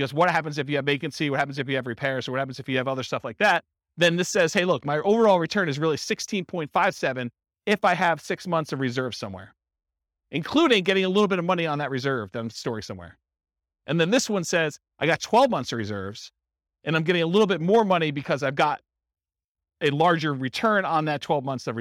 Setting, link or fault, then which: setting, live audience